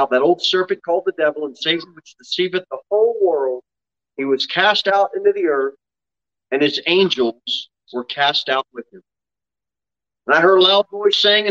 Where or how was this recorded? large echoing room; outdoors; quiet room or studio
large echoing room